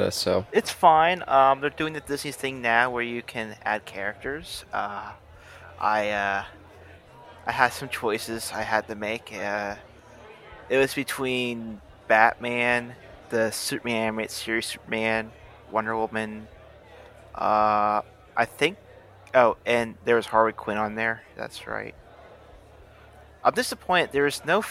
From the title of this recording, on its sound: A Bar-side chat